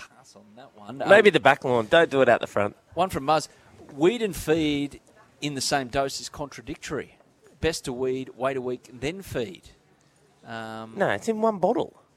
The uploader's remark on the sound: Broadcasting live from the Hawkesbury Lifestyle and Leisure centre thanks to Jayco.